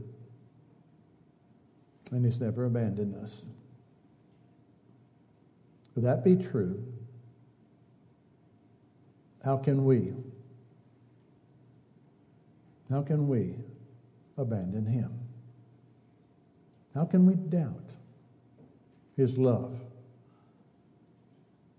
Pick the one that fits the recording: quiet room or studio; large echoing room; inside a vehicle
large echoing room